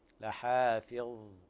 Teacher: فيها يجري الصوت لحافظ وليس فيها قلقلة